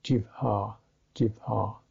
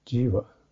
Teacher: It's not Jiva, but Jivha. The H stands alone. It's not an aspirated form of the previous consonant. · Shown in: first take · So that changes the way you make the sound.